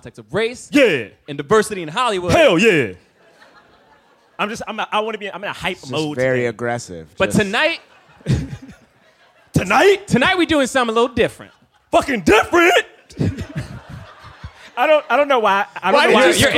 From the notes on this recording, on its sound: A special episode of the podcast recorded live in Austin.